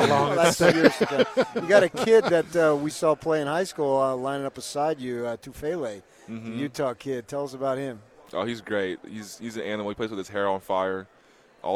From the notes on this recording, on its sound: live from Pac-12 Media Day